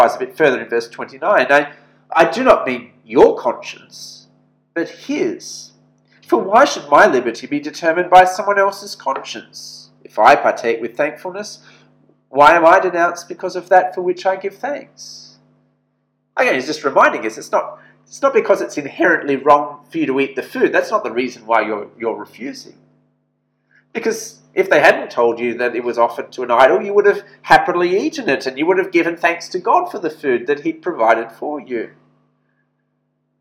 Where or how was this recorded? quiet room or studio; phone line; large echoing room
large echoing room